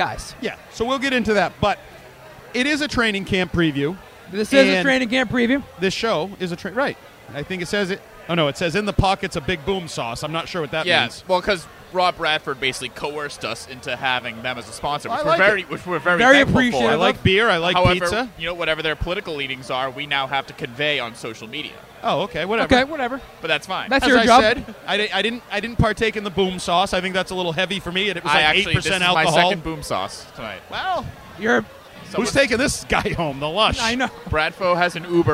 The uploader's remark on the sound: Episode 1 - Live from Lord Hobo Brewing in Woburn